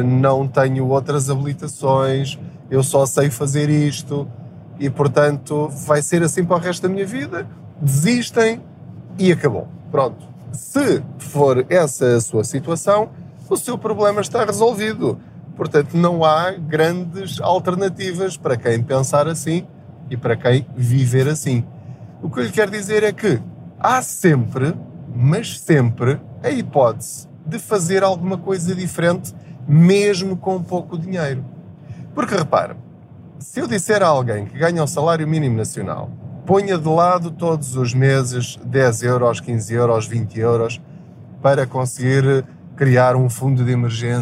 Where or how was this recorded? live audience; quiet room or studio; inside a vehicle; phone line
inside a vehicle